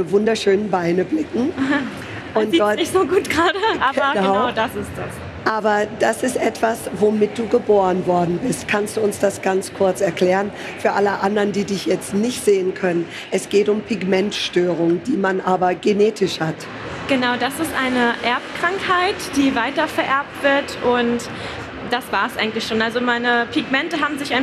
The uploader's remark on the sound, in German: LIVE-PODCAST von der GLOW. Live on Stage mit Publikum. Live von der GLOW Beautymesse in Essen.